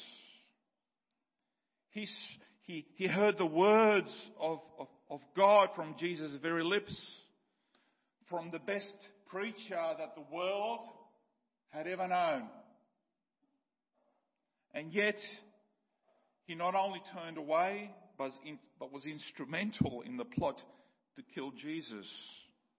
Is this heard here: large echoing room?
yes